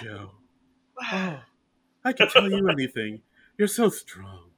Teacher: She kind of talks in, like, a breathy whisper a lot.